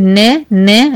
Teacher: مخرجين، مخرج لساني يعني بقول نا نا اهو من اللسان اهو من طرف لساني مع اللثة بتاعت الاسنان، ده مخرج النون، زائد مخرج خيشومي، الخيشوم بيشترك فيها يعني بيحصل فيه غنة